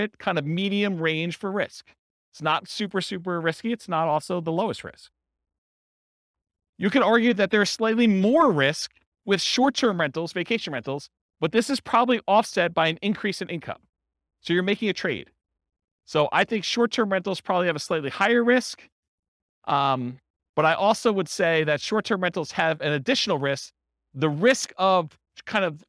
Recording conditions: live audience